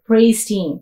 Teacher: 注意这个 stress, the second syllable.